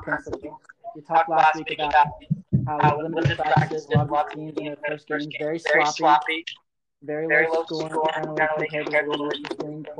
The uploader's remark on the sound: We apologize for the technical difficulties